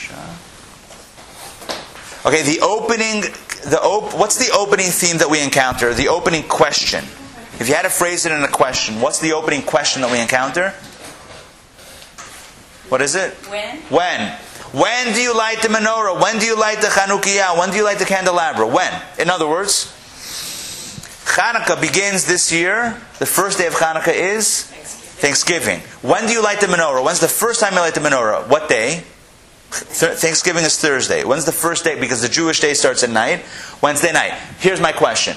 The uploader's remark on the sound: Recorded live at Atlanta on October 27, 2013